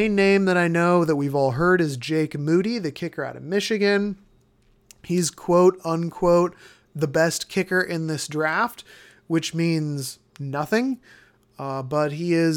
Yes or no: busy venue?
no